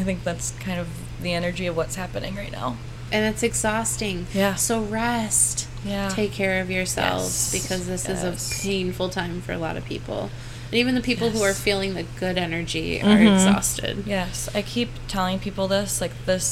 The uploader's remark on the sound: We hope you enjoy the sounds of the city as we record in our store front at 8 Jefferson in GR, MI.